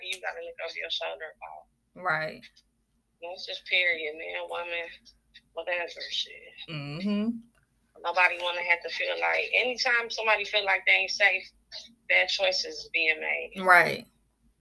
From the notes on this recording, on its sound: I also had a special guest via telephone